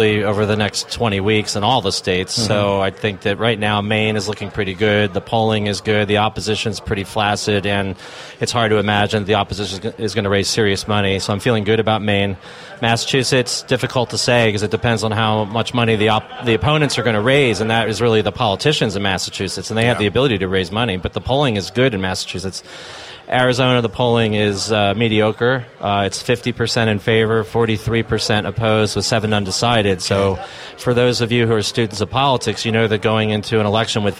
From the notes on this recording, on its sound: on location from the 2016 NCIA Cannabis Business Summit